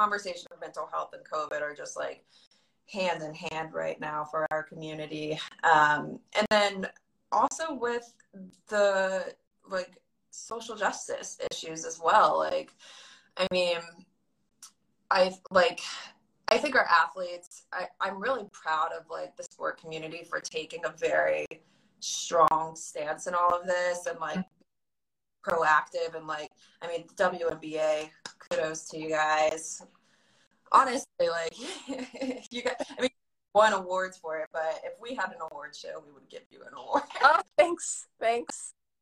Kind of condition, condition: link, video call